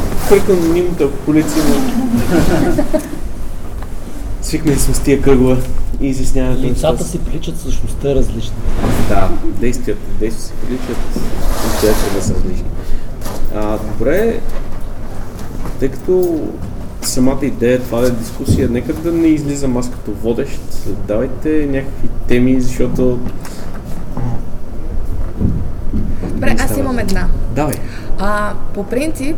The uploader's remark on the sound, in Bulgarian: запис на дискусионния панел в BDSM Unconference 2016